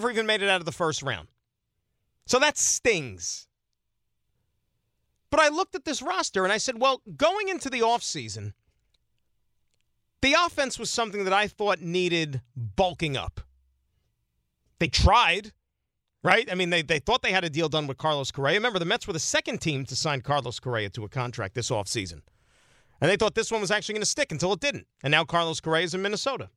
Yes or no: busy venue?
no